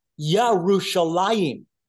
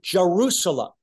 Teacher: So because the sages put the wrong accent markings over the consonants, and also because over time there was a change in language so that the Y sound in Hebrew began to become pronounced in English as a J sound